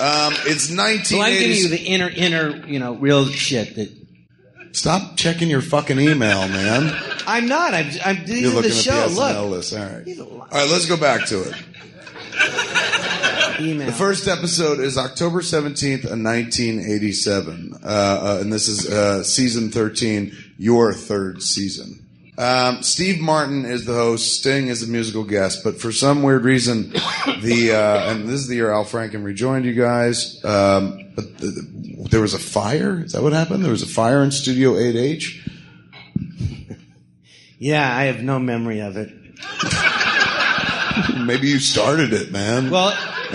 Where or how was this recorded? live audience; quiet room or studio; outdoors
live audience